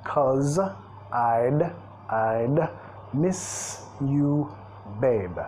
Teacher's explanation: Cause, la forma reducida de because, y sonido Z al final.